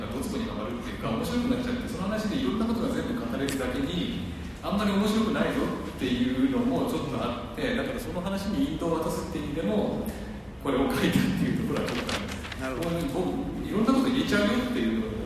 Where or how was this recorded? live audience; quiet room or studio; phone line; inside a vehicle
live audience